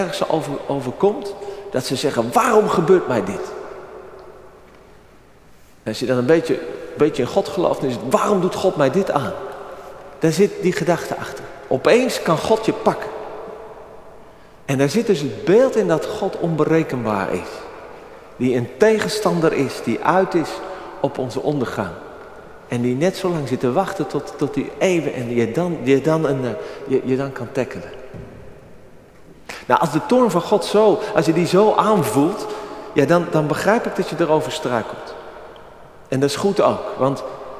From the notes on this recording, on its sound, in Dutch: Opgenomen op 30 april 2023 in de Noorderkerk te Amsterdam.